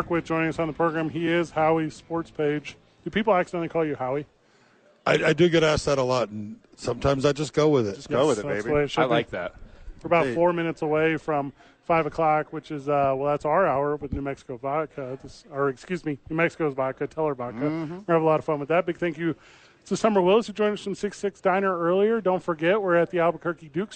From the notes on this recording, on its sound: Live from HOWIES SPORTS PAGE. They are live from there today for their two fantasy football drafts.